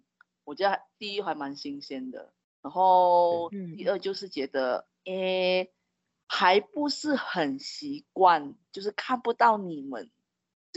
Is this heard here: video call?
yes